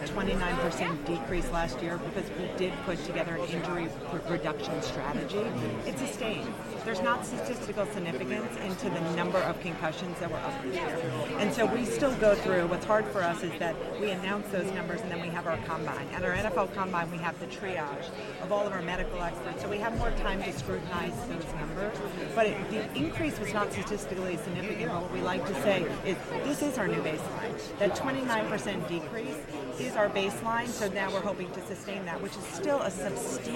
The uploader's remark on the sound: Super Bowl LIV Radio row